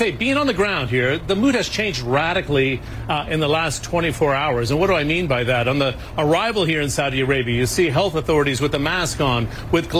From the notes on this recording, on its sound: live from the New York Stock Exchange